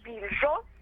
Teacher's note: Ну, во-первых, не Бельджо, а Бельджо. Еврейская лексика подразумевает ударение на первый слог